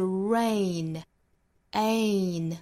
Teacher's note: 口型要更大 a,过渡到短音的 a,再放到单词里就是 ray,再加后面的鼻音就是 rain.